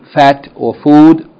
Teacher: By the way, the letter Fa, as we mentioned last week, its pronunciation is similar to the F in the word fat or food. Its articulation point is between the inside of the lower lip and the tips of the upper two front incisors.